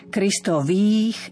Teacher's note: Kristových je dlhé i.